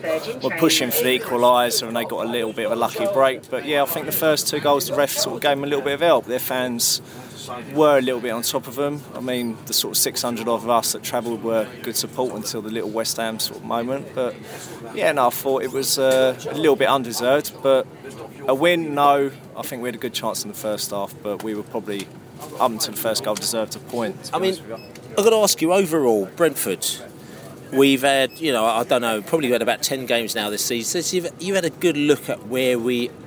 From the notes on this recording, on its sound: Post-match poscast from the pub.